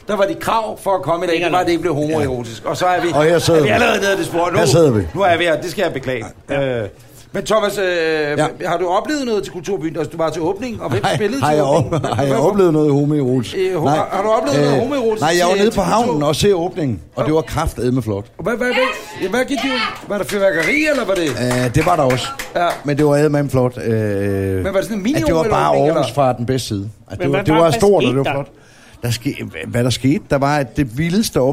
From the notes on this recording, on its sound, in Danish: Live fra Aarhus. Er optaget på beværtning ' Hos Anders' I Aarhus Midtby. Foran et oplagt publikum.